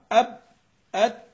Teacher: وبالذات لو أسكنت الحرف أب أت، حروف الشديدة لا يتحرك أصلا الصوت بها نهائيا